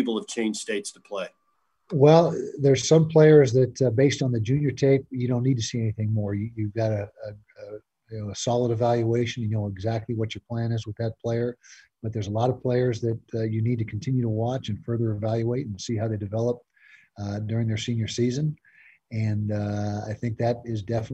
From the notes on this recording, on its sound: during a Zoom press conference